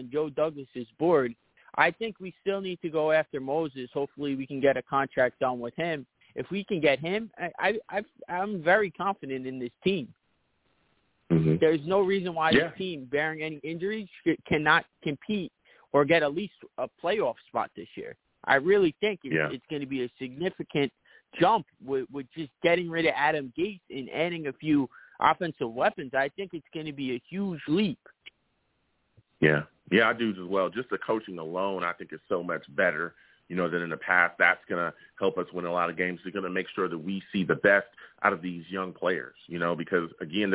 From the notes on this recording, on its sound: I take live callers as well!